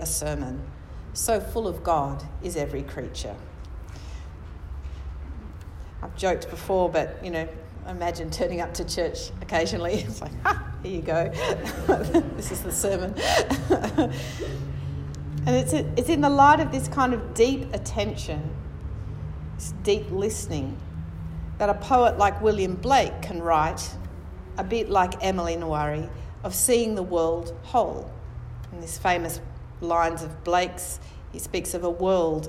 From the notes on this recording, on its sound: National conference Adelaide 2018